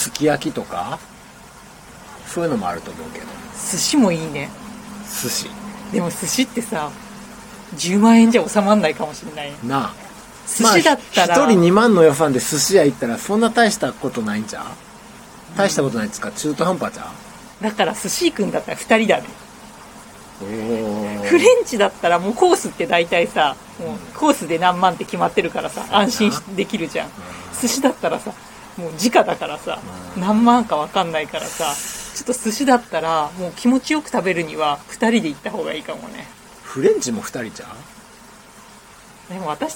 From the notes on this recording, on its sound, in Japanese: 公園で収録したのでノイズ多め、ご容赦ください。